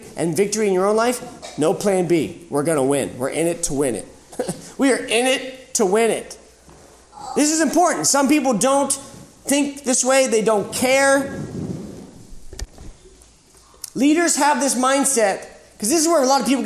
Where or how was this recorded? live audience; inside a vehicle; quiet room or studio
live audience